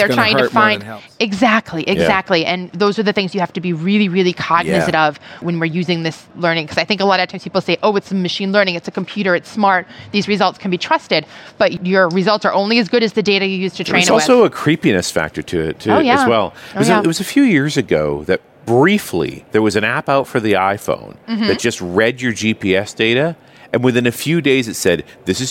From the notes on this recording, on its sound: while at the NDC conference in Oslo